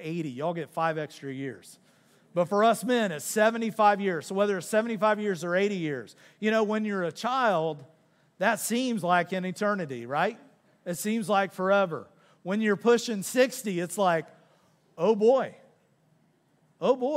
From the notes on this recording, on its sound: Recorded live on February 4, 2024 at Church On The Rock